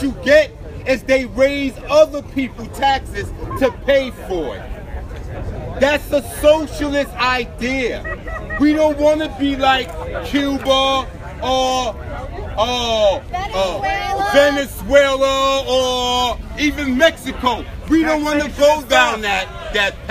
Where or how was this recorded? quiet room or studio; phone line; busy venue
busy venue